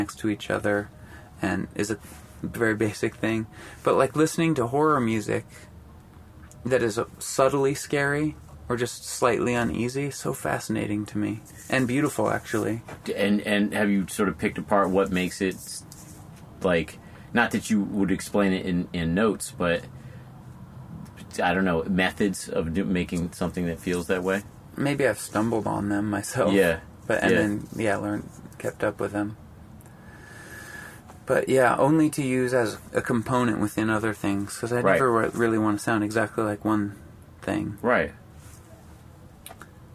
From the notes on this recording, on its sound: Outside of Neumo's rock club in Seattle. Tour van.